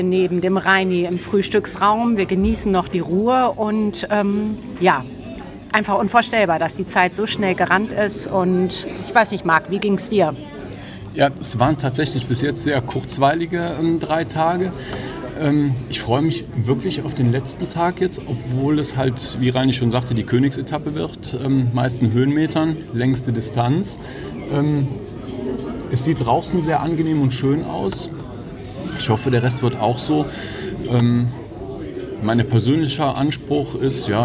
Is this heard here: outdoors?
yes